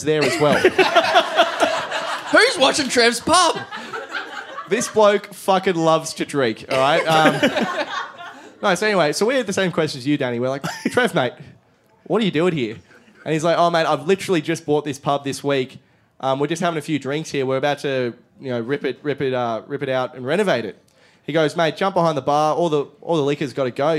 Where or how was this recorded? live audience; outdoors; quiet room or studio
live audience